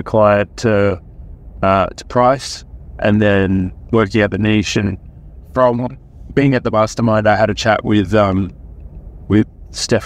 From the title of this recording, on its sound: Coaching in the Car